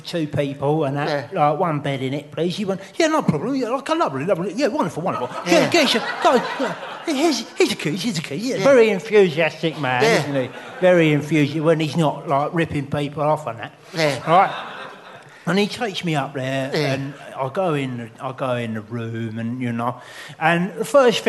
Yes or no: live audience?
yes